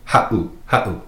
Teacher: If you were to take out that seven, it would be pronounced ha'u, but with the seven in there, makes that little glottal stop, that pause